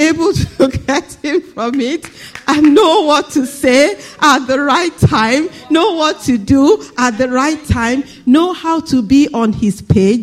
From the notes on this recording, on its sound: This Sunday Service message preached